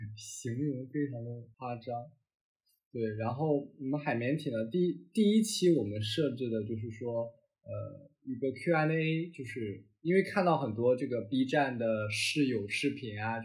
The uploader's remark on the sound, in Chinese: 新手主播第一次录节目，音质略有瑕疵，还请见谅。